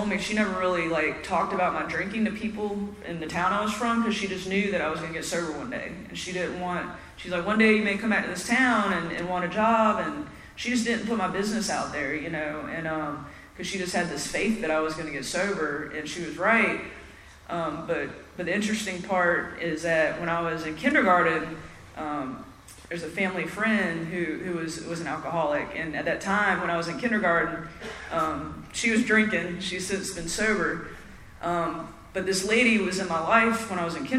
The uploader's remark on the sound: at the 7th Annual Spring Into Action Conference in Sanford NC on February 3 2024